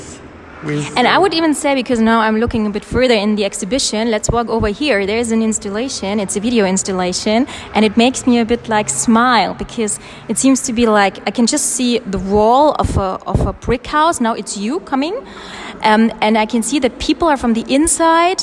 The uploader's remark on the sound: while walking through his current solo exhibition